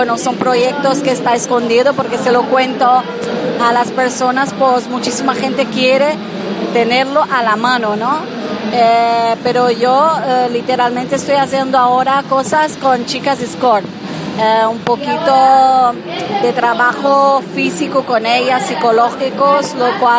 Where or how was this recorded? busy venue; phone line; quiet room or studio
busy venue